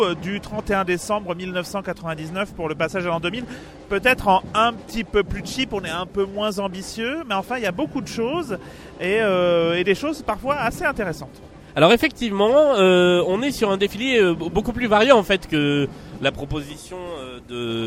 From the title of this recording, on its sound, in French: En direct de la Nuit Blanche 2019